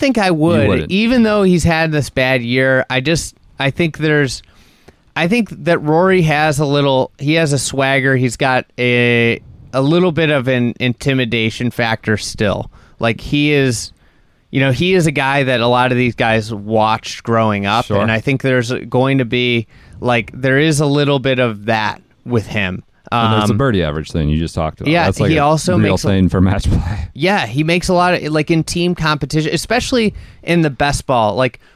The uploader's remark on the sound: This Wednesday episode comes to you live from the Bixby Bus in Sheboygan, Wisconsin.